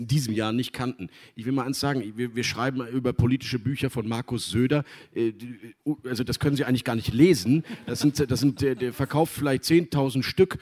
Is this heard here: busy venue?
yes